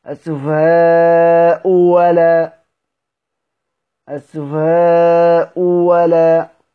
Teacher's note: طيب انا اقرأ مثلا كلمة السفهاء، او همزة الاولى مالها مضمومة، يبقى هبدل الثانية ايه؟ واو، عشان تناسب الضمة الاولى · Term: بنبدل واو